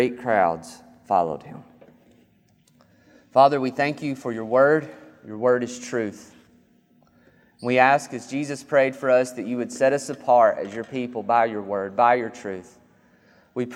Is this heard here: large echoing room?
yes